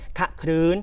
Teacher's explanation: คือการกร่อนนะครับเพื่อให้คำหน้าเนี่ยลงแค่เสียงอะ